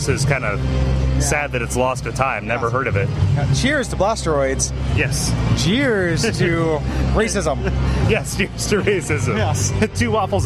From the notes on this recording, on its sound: Recorded in person, both in-studio and in the field. The arcade revival taking place in Portland, Oregon. Special thanks goes out to Ground Kontrol, the best goddamned arcade in Portland.